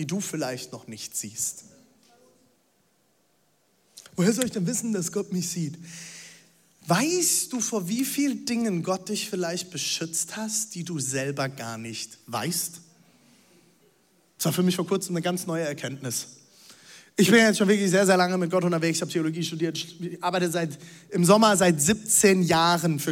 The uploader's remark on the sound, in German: Audiomitschnitt der Predigt